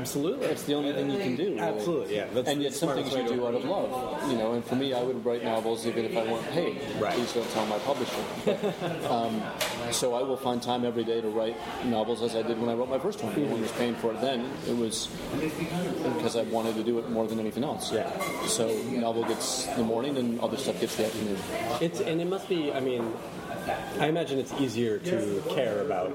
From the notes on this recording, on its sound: Recorded at a cafe in Brooklyn. There is a lot of background noise in this interview! It gets a bit better halfway through.